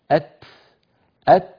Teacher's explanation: همس التاء وهو التفريج عنها فيخرج الهواء متدفقا. أت أت، لما قلنا أت هنا كصوت انتهت التاء كصوت، لكن أتبعها نفس، هذا النفس الذي أتبع الشدة هو صفة الهمس.